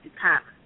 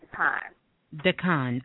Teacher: So for Dukana, we would pronounce it like that, Dukana. But it's actually Dukan, so you don't pronounce that last A. · Shown in: second take